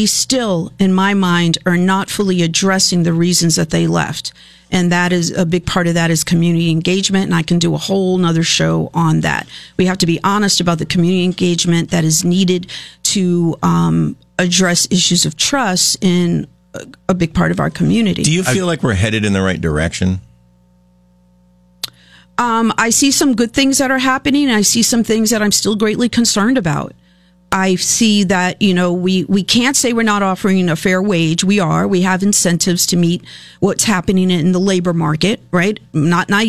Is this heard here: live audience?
no